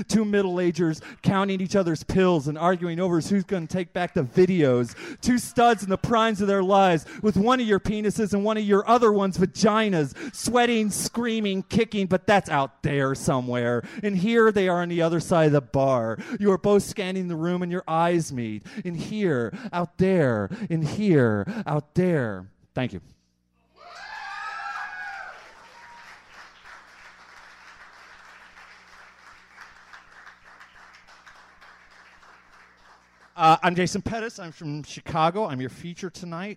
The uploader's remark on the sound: this slam recording from May of 2001